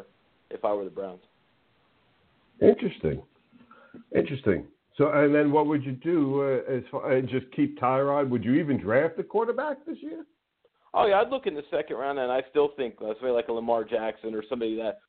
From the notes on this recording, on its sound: A SPECIAL CALL IN GUEST!